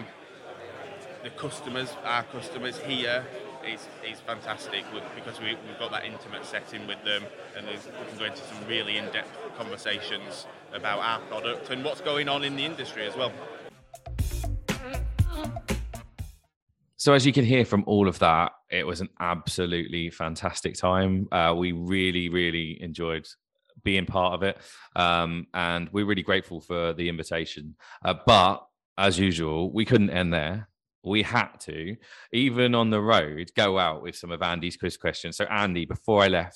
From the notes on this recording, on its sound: LTSMG TAKEOVER. Recorded a takeover show interviewing all of the sponsors and delegates and even got to try some axe throwing.